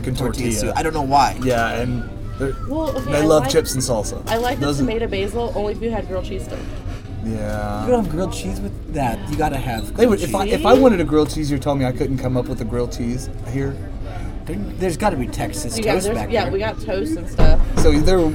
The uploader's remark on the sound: Live from Applebees